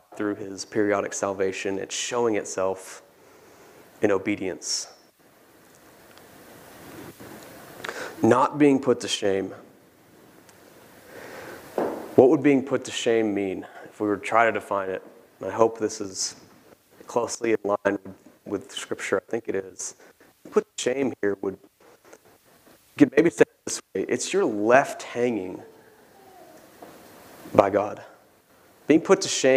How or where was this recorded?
large echoing room